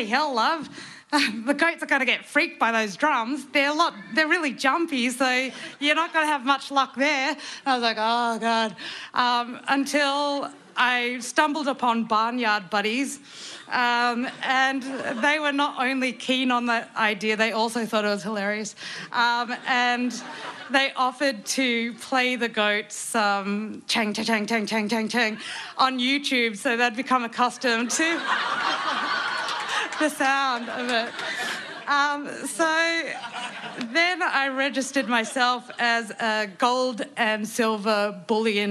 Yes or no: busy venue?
yes